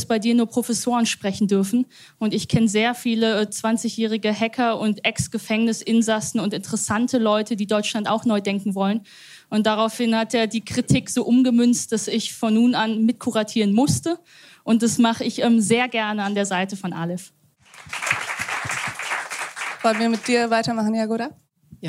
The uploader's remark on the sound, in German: Achten Tag live in Köln an Bord der Pioneer One. Lautete das Motto des Achten Tag live in Köln an Bord der Pioneer One.